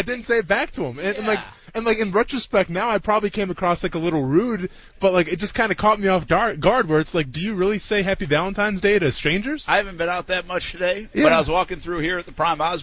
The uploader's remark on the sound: LIVE from the Live at The Jacksonville International Auto Show